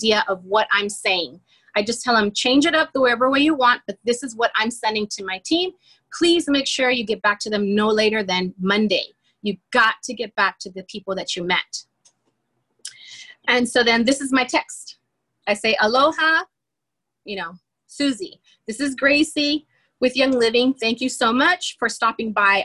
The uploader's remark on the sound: I was in the car on my way to the airport